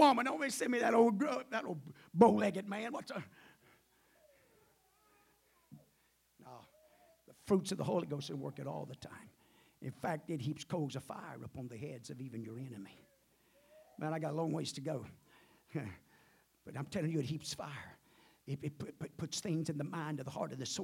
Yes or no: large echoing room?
yes